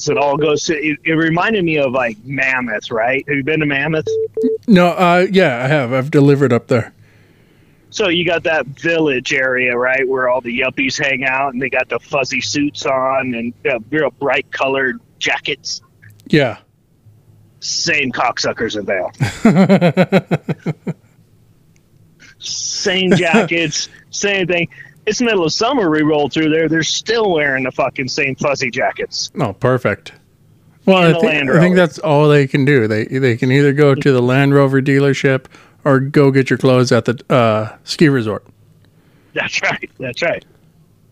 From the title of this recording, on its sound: On the phone